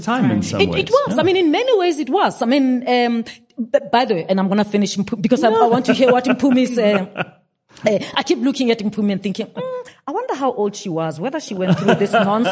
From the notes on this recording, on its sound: a live Q&A session with the audience.